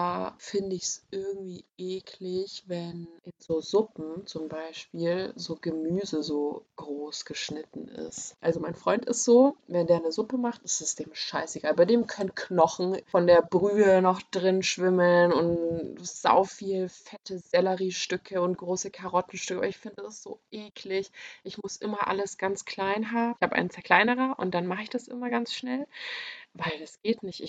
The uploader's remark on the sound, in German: Leider ist unsere Audioqualität nicht so gut.